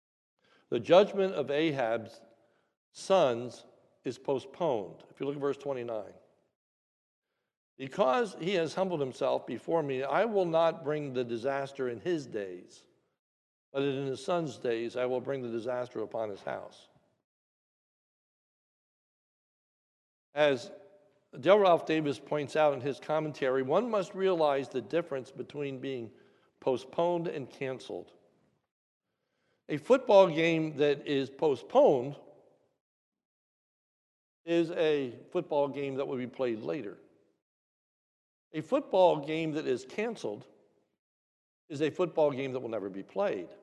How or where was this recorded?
large echoing room